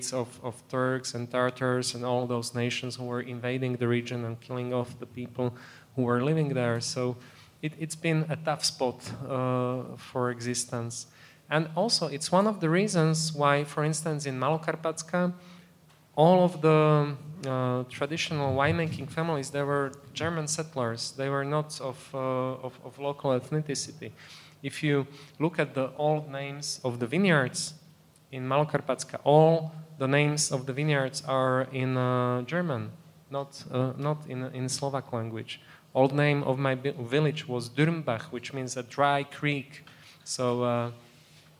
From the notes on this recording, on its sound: On this episode of HRN On Tour, we travel to the Raw Wine 2022 festival in Maspeth, Queens.